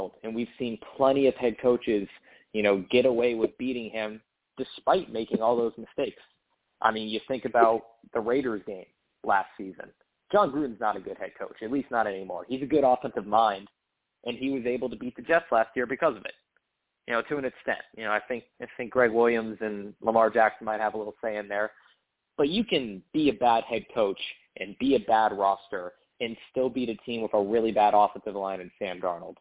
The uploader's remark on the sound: I take live callers!